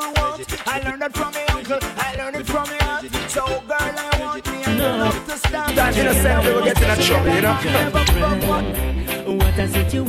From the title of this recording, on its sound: LIVE AT CHILL SATURDAY'S